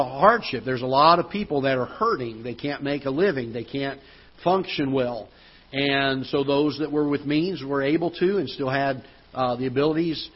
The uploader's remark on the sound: Ketha Heights Baptist Church ~ Live Broadcast